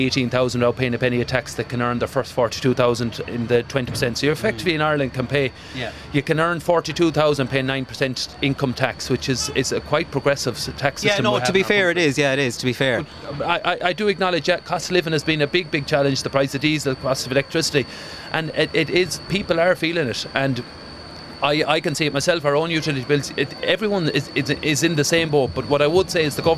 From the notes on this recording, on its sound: This episode is live from The Big Wheel at the Galway Christmas markets